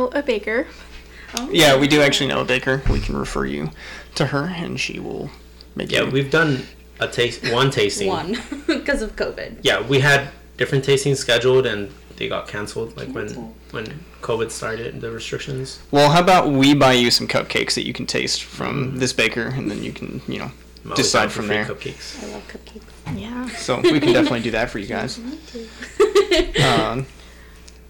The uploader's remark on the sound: Please forgive the grainy audio as we were all dealing with a new recording software.